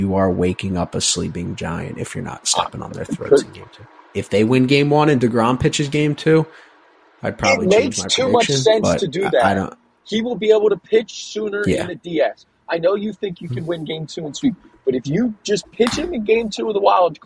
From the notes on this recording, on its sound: Coming live from the Honda Accord.